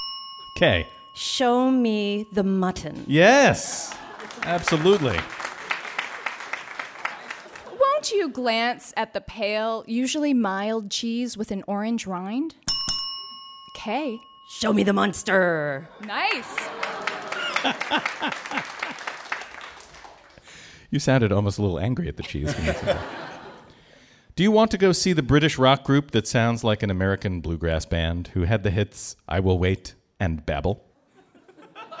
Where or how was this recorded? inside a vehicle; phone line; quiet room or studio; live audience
live audience